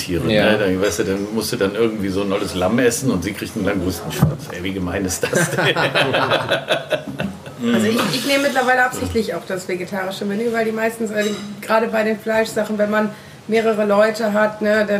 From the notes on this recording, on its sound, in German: Zu Gast in der Brasserie Stadthaus. Sprechen wir in der wunderschönen Brasserie Stadthaus.